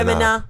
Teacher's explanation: There's a hint of an N at the end of Femina.